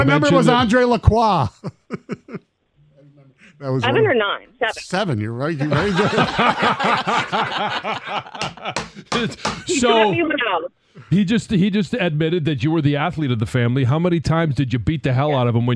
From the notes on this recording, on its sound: call in from Philadelphia